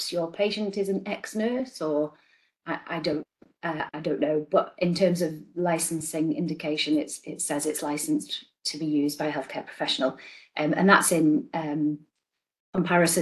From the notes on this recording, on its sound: This is an audio recording of an 'on the couch' webinar delivered on 12 December 2023